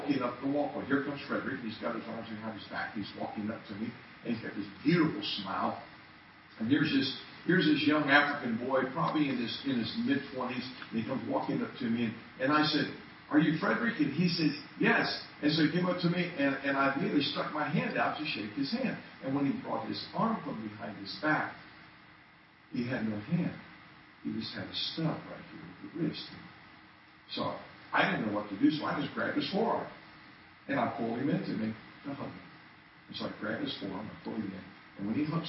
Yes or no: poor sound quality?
yes